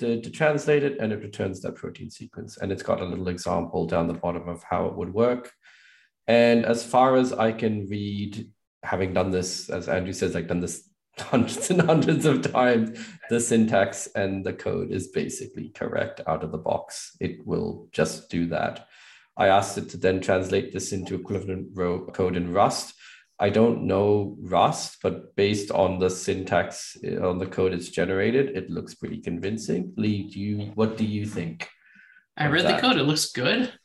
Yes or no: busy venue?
no